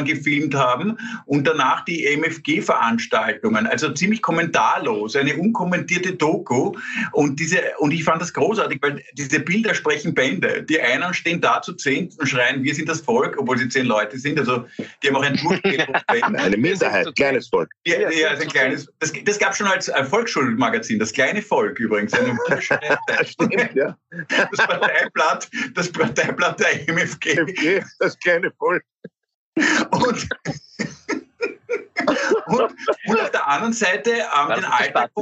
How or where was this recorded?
video call